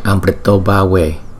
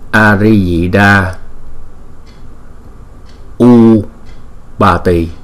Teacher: chữ A và chữ U liên tiếp với nhau thì chúng ta chuyển nó thành chữ O · Shown in: first take · cho nên chúng ta đọc là Amritobhave.